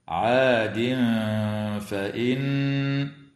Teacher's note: ويخفى مع الغنة مرققة عند الفاء في قوله تعالى: عاد فإن، وتغن النون المشددة من كلمة فإن بمقدار حركتين.